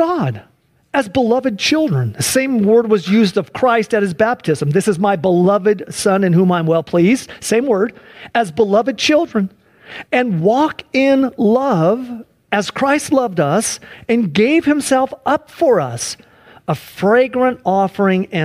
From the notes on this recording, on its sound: Please enjoy this Sunday church service livestream